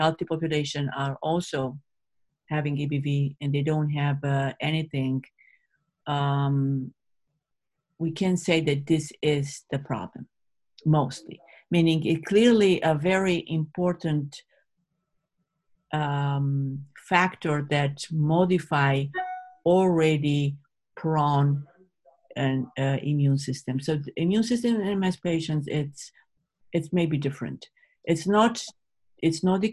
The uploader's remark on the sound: This interview was originally recorded as part of The MS Gym's 2020 virtual Thrive Summit.